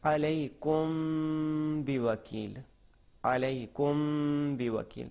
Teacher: बा के नज़दीक आ जाता है मीम साकिन, तो वहाँ पे जब इख्फा कर रहे हैं तो हमारे लब खुले आने चाहिए, जी नज़दीक एक दूसरे के नज़दीक पहुँच जाने चाहिए, बिल्कुल आपस में मिले नहीं